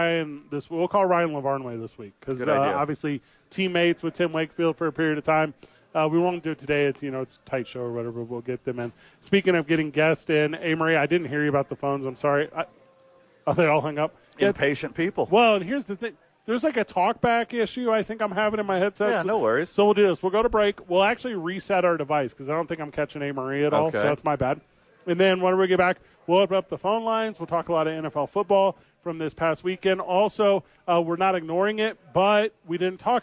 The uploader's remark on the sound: live at Howies!